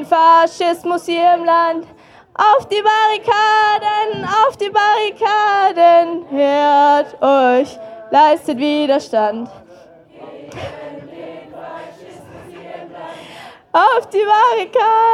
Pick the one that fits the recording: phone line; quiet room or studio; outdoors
outdoors